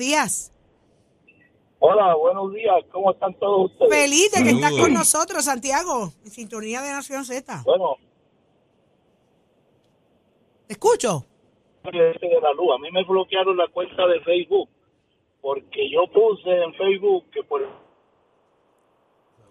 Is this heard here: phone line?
yes